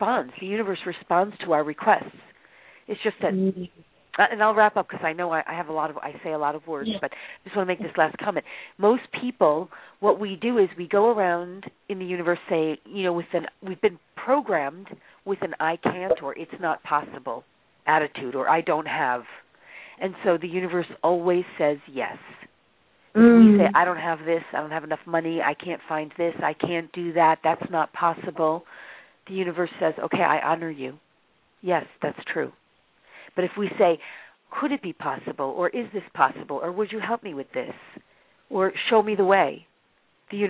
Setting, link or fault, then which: link, phone line